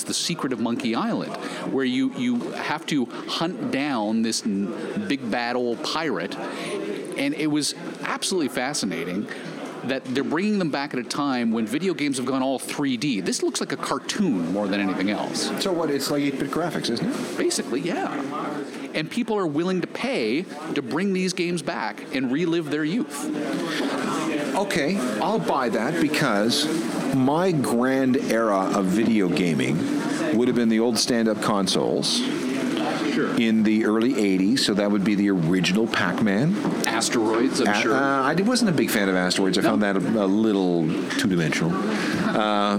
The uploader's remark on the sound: We’re live on location at the Toronto Downtown Record Show